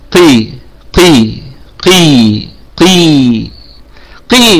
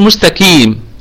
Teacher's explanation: في أقل درجات التفخيم. تمام كذا، لأنه يعني استبدل حرفا بحرف، استبدل القاف المفخمة دائما بالكاف المرققة دائما